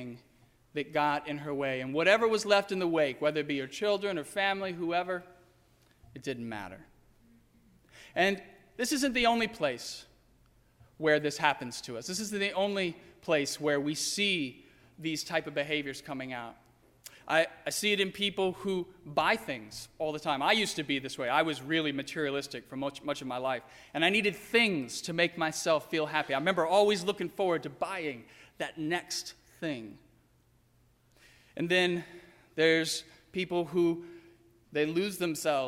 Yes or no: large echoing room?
yes